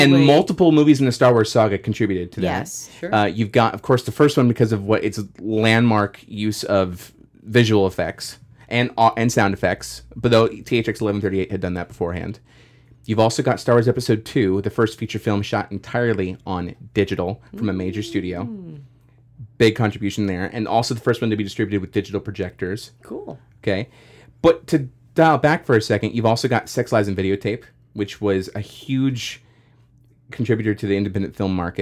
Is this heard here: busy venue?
no